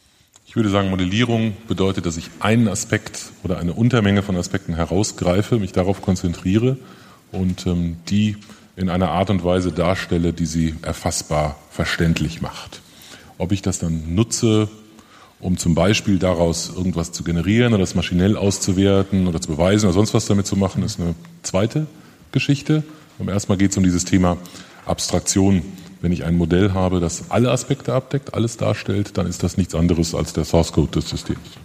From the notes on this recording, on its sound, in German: Der SoftwareArchitekTOUR-Podcast ging tatsächlich auf Tour und besuchte die rheinjug in Düsseldorf, um im Rahmen einer Podiumsdiskussion.